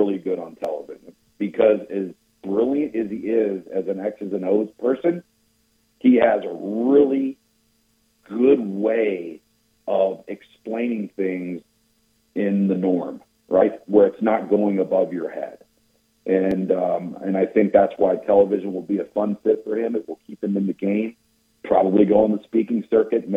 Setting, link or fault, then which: link, phone line